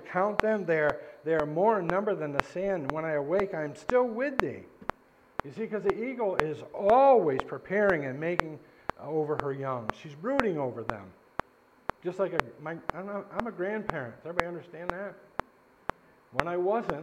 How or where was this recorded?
large echoing room